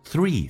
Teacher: three 嘴角咧到极限，轻轻的舌尖往上齿搭一下，咬舌